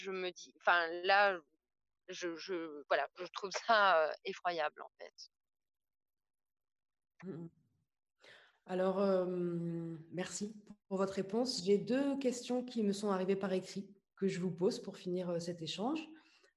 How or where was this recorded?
video call